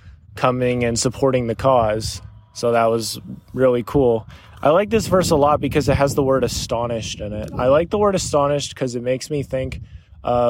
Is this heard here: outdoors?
yes